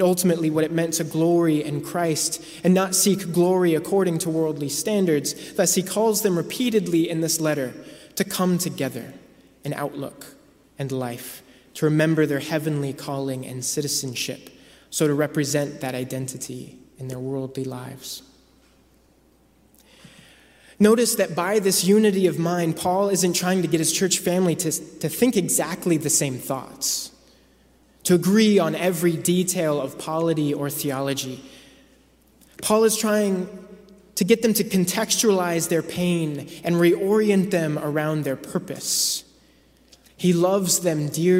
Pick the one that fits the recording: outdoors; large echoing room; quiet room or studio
large echoing room